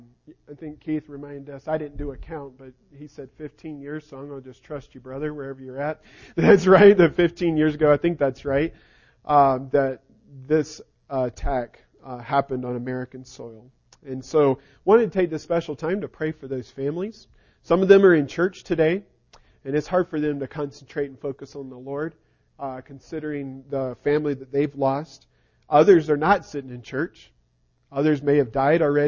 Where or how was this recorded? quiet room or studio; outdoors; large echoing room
large echoing room